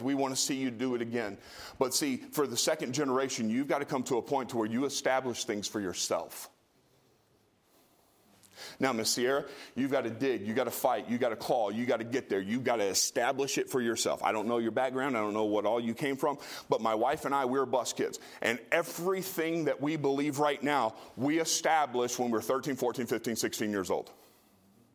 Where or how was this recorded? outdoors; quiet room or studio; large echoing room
large echoing room